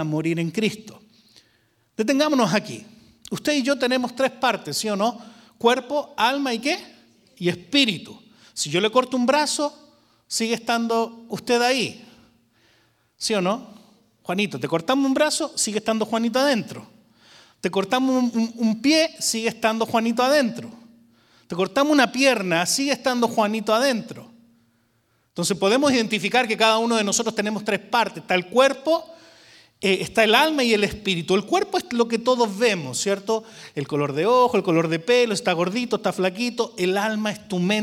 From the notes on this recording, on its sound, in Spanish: Grabado en VIVO en la iglesia VMF, Arlington, Texas.